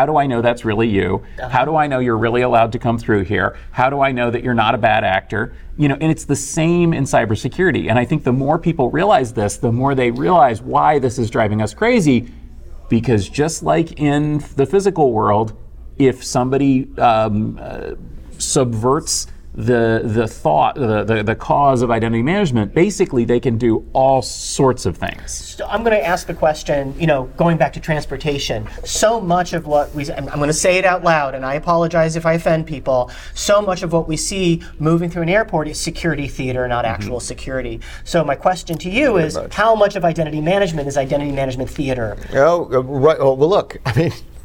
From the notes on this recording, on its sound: recorded on-premises at ISS in Cleveland